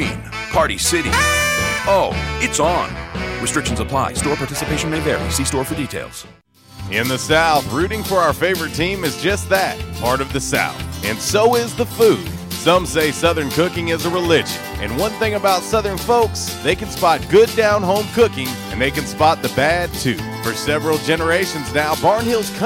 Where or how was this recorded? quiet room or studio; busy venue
busy venue